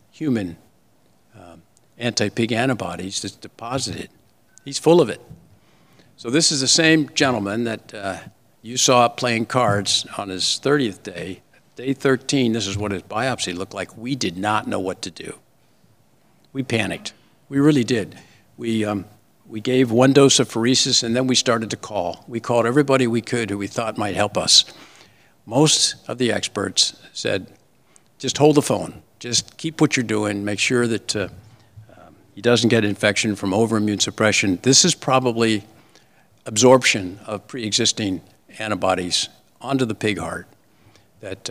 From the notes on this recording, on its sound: Lecture at ACS Clinical Congress 2023